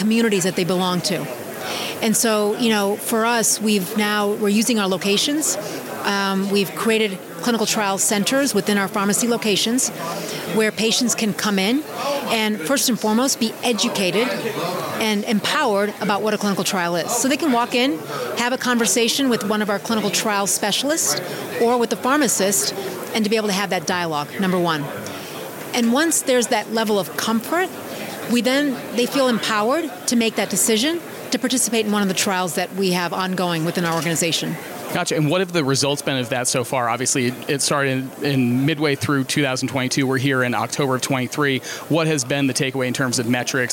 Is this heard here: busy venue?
yes